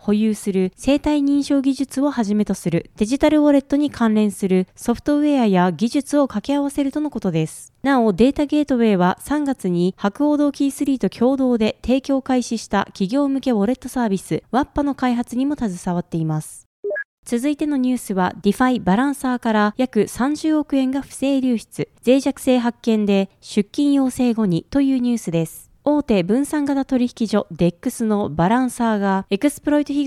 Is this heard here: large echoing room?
no